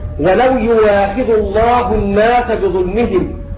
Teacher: إن هذه الهمزة لوقوعها مفتوحة بعد ضم فإنها تبدل واو خالصة